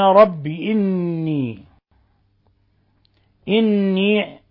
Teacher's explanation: نون مشددة غن مقدار حركتين